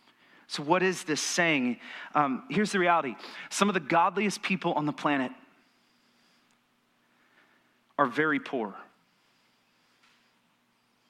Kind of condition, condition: setting, large echoing room